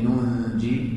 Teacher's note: تقرأ ب يعني نونين والنون الثانية تكون مخفية، يعني ننجي، ولذلك عندك في المصحف نون صغيرة مرسومة، يعني · Term: إخفاء